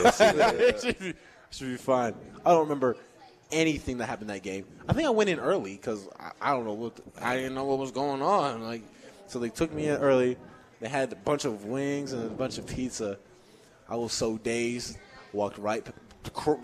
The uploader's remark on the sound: Live from Daq Shack!